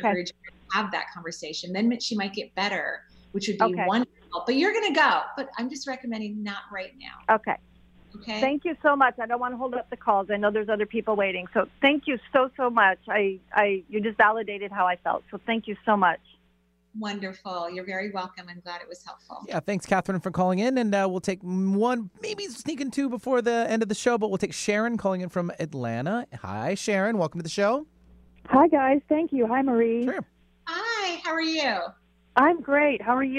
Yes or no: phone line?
yes